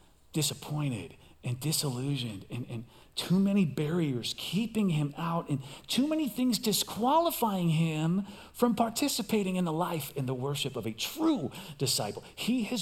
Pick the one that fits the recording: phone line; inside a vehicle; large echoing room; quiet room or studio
large echoing room